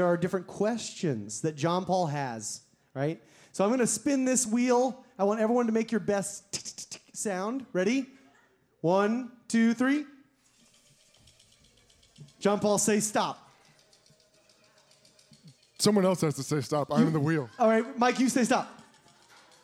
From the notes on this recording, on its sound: LIVE at the ASsSIFWAP 2020! Right in the middle of this awesome live event!